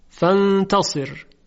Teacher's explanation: و در کلمه فانتصر حرف را ساکن هست، اینجا سکونش هم سکون اصلی است، صاد مکسور است، بنابراین راء ساکن ما قبل مکسور ترقیق می شود فانتصر. خب در اینجا دیگه ما نباید بگیم که حرف صاد جزء حروف اطباق و اصطلاح است موجب تفخیم میشه.